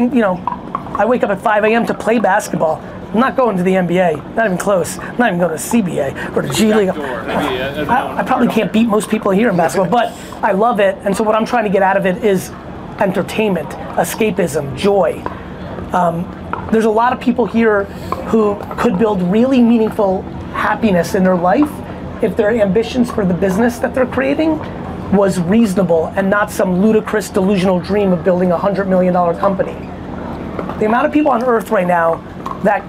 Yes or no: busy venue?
yes